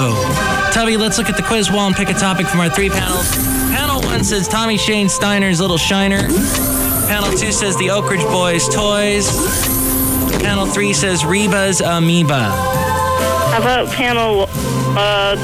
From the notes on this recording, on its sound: podcasts live from Café Anyway